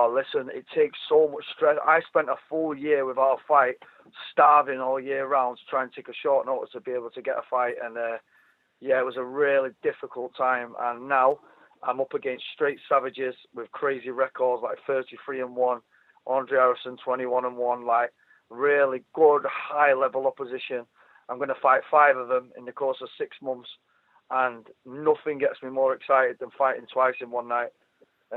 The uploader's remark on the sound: jumps on the phone to catch up with two British-based fighters